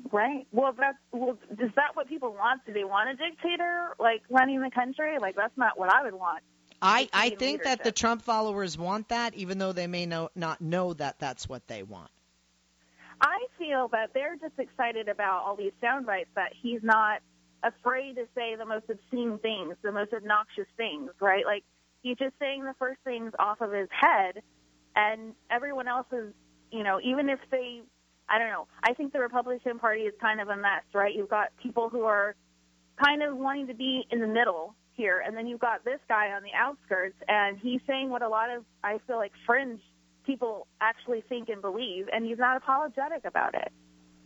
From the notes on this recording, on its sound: I am joined by callers